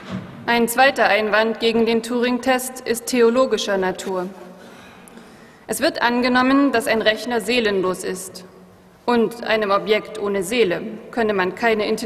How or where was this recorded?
live audience